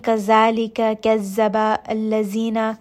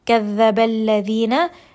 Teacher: So very important that when you are saying this letter dal, the teeth are not touching, they are not coming in contact with each other. Instead, the tongue should be between the teeth, and this is going to give that proper sound of tha. · Shown in: second take